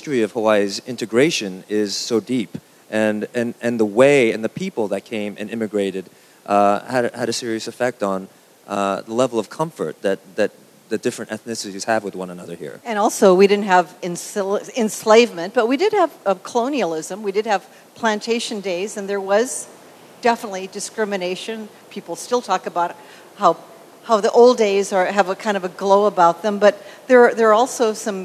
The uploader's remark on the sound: At the Kaka‘ako Agora in Honolulu, a panel.